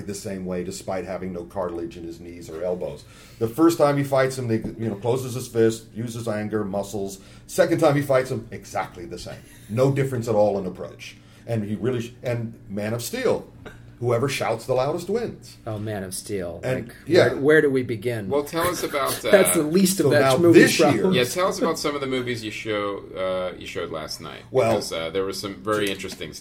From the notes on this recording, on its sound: LIVE FROM COMIC-CON!